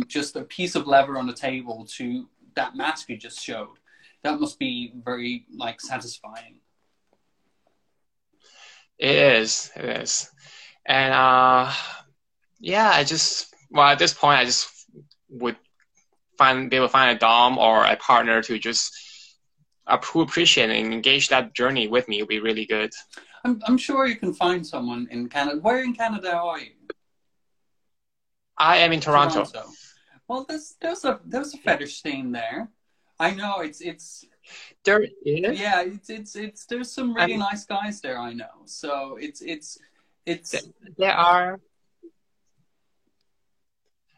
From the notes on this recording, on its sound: Recorded on 22 August 2020 on Instagram Live